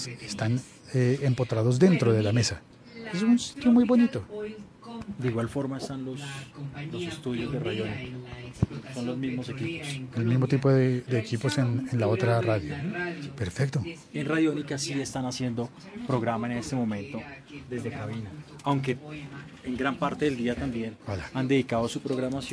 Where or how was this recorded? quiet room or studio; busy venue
busy venue